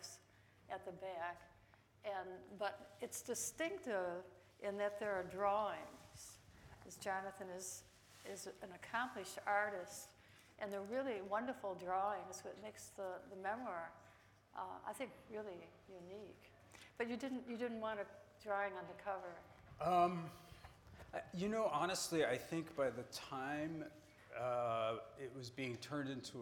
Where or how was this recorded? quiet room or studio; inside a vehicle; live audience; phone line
live audience